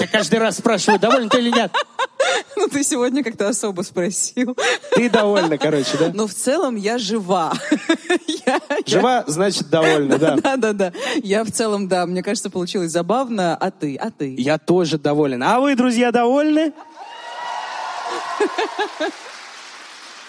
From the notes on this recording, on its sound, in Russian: Большая открытая запись в ЦК «ЗИЛ», где собрались больше 600 поклонников тру-крайма